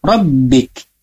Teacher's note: Hati-hati, huruf kaf tidak memantul. Maka huruf kaf tidak boleh dibaca robbik, tapi dihembuskan anginnya saja, jangan hurufnya